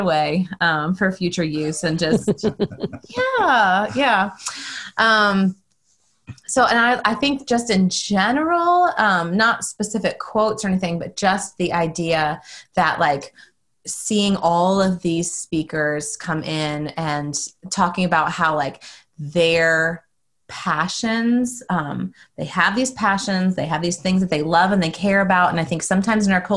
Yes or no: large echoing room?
no